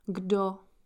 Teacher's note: D is a voiced sound. So, voiceless K will become G as voiced sound. · Term: assimilation